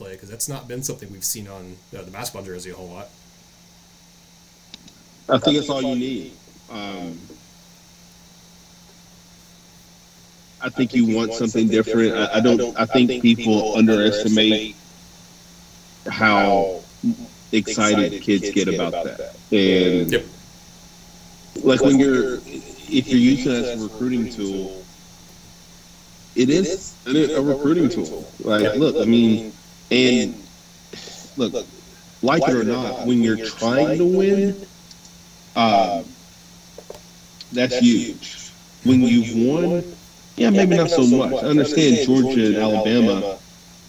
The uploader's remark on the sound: WE APOLOGIZE FOR THE MESSED UP AUDIO QUALITY. Apparently when recording, the software recorded from the incorrect audio source, which is why the audio sounds lower quality in this episode.